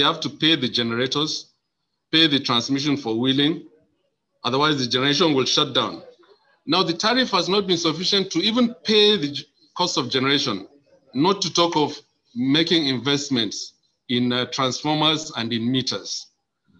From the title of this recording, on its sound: presentation at the Mass Metering Webinar + Q&A